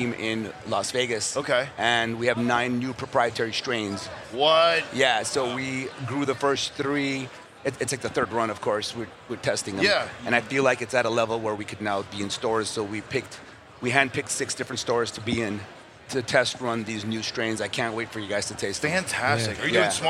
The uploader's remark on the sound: Recorded at MJBizCon 2023.